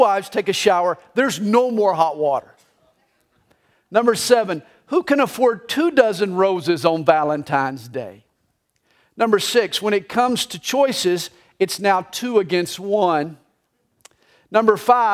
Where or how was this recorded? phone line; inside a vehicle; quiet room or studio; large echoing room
large echoing room